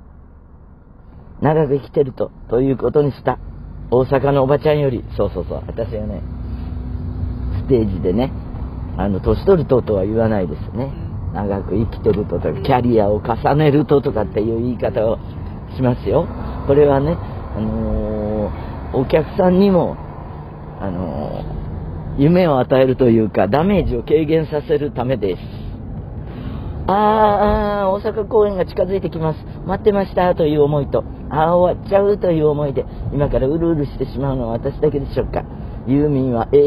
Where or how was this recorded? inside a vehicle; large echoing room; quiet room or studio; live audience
inside a vehicle